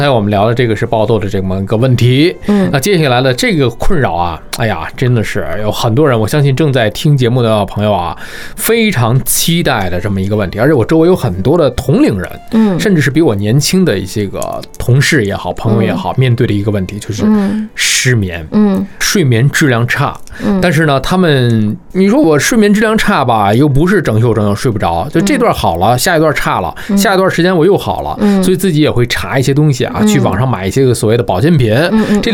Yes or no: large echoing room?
no